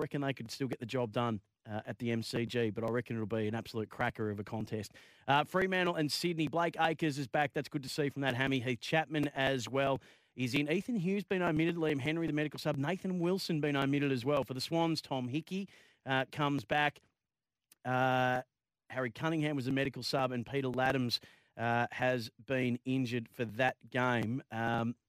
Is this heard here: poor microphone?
no